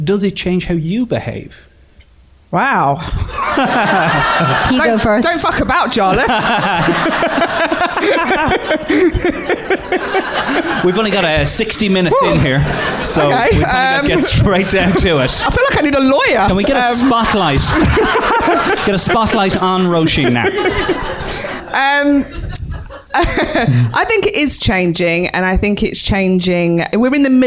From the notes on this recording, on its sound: Live at Soho Theatre. Live in front of a sold out Soho Theatre.